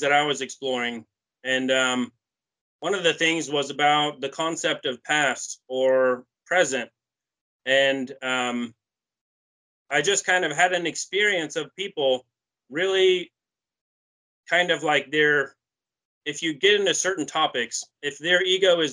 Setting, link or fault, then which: link, video call